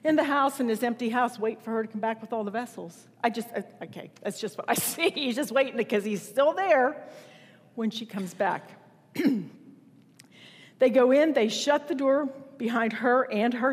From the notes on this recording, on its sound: Recorded September 10, 2019 at Wellspring Church of the Nazarene, Evansville, IN.